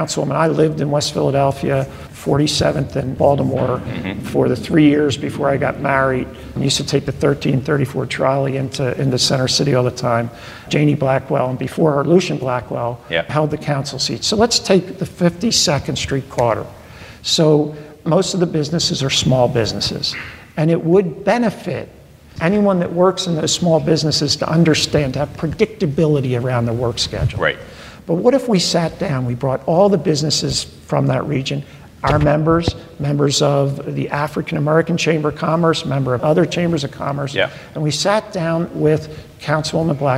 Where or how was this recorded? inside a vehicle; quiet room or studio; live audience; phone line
live audience